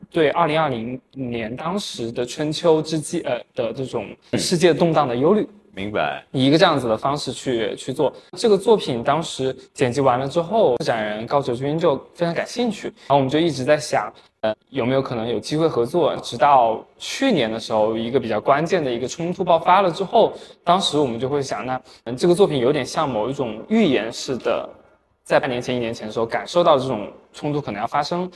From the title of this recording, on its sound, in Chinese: 艺术家群展「苦地宣言」现场导览